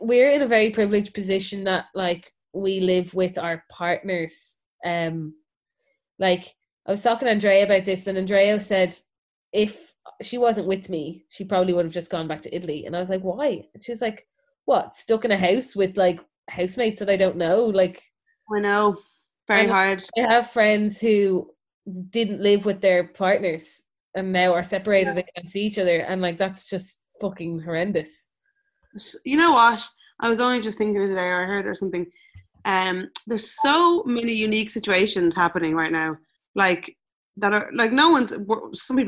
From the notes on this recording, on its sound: Recorded on Zoom.